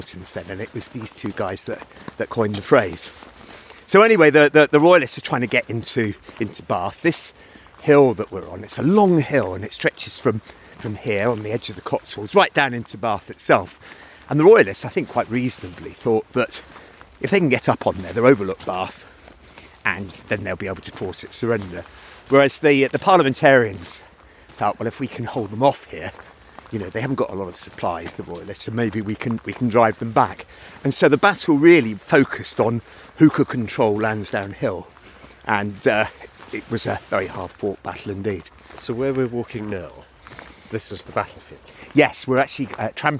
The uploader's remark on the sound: At the site of a Civil War battlefield in the hills just north of Bath. It's a dark winter's day and fog descends creating an atmosphere of 'gunsmoke' and eerie sounds.